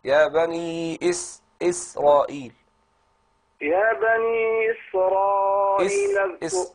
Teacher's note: شوف رقيقة ازاي إسرائيل، انت بتخليها قريبة من الصاد